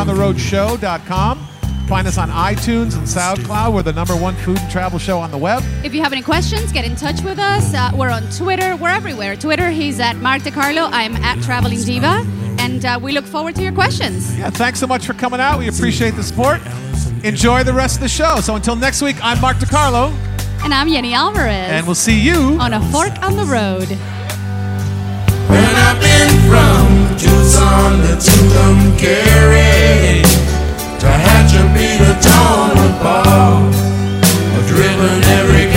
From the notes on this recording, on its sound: Broadcast LIVE from the 2014 Food and Wine Festival Palm Desert. Broadcast LIVE from the 2014 Food and Wine Festival Palm Desert.